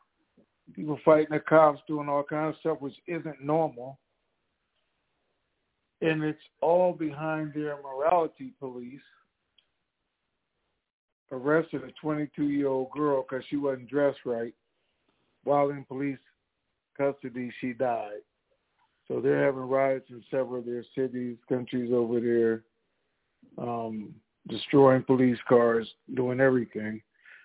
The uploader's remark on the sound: TNTSuperfantastic Conference Call.